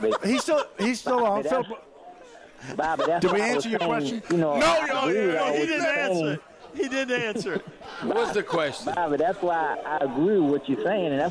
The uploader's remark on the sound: broadcasting LIVE at Rouses in Covington.